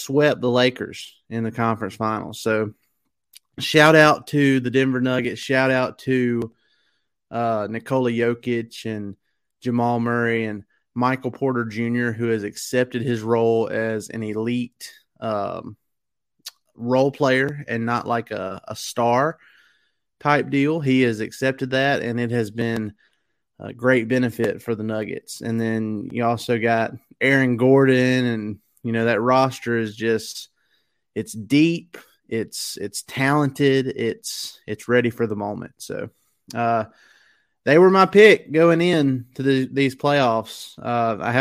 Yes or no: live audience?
no